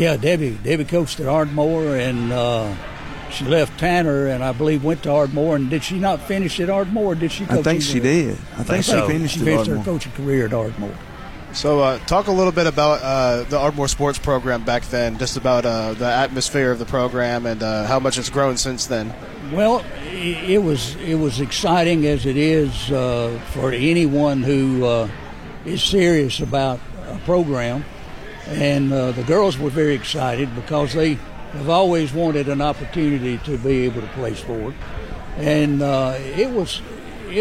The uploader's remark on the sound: Live from the Limestone County Sports Hall of Fame induction ceremony.